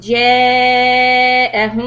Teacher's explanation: mim sukun followed by letter ba, إِخْفَى شَفَوِي، stop for two harakat, lips closed lightly on top of each other